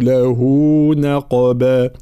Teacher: مع ترقيق النون وتفخيم القاف